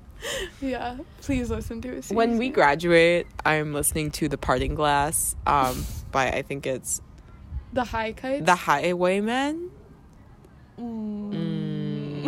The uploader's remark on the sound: Join us while we sit outside.